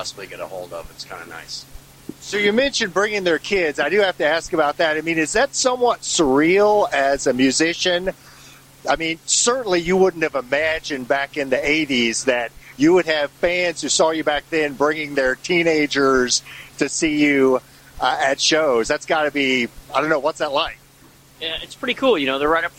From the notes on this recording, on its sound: interview recorded June 1, 2019, at the Tiger Room in Louisville KY